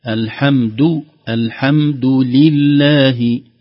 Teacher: الدال وضح، وضح ضمة الدال، ضم الشفتين في الدال